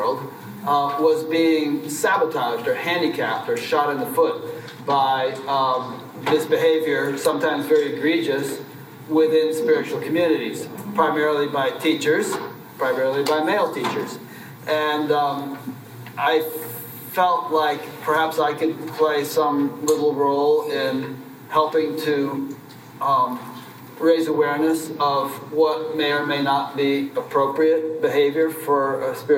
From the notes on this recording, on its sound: Panel Discussion at the Science and Nonduality Conference